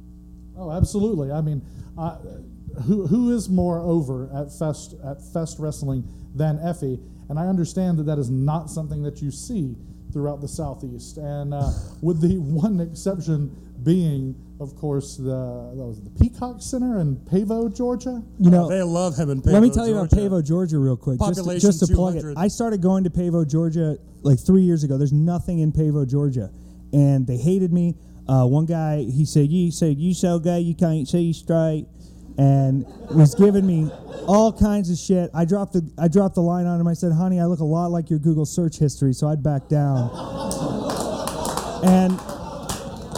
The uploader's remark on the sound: LIVE at The FEST 16!!! From a theatre inside the monumental Hippodrome in Gainesville, Florida as part of The FEST 16, the biggest and best punk rock festival on Earth! In front of a live audience as part of a block of podcast-performers. It's quite a lively panel with a load of fun questions and personal answers.